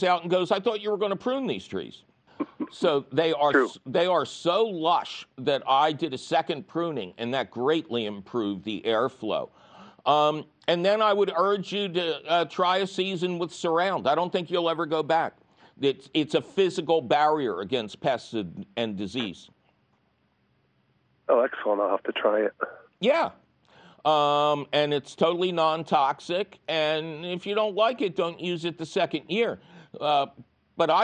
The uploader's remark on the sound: Your Fabulous phone calls!